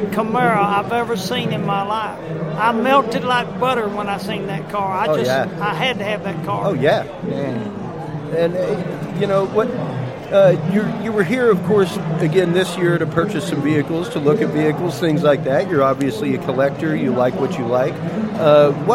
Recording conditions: busy venue